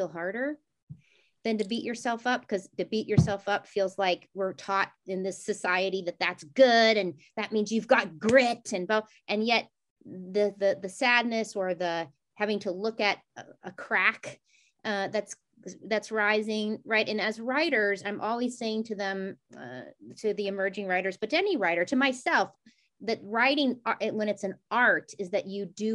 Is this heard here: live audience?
no